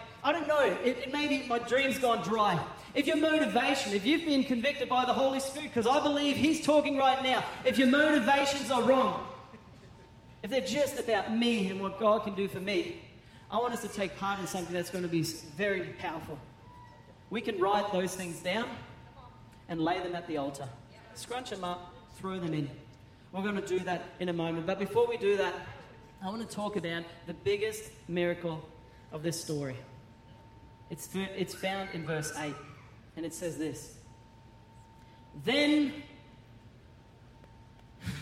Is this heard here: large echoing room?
yes